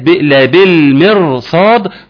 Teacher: الأساس بتاعنا الراء في هذا الموضع مفخمة، وطبعا ده على سبيل الاستثناء.